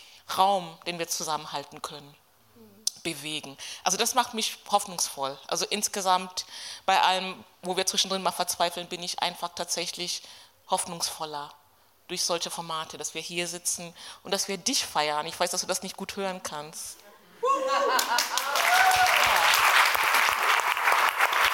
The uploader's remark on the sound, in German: Das Gespräch wurde im Zuge der Diagonale 2023 – dem Festival des österreichischen Films in Graz gehalten und aufgezeichnet.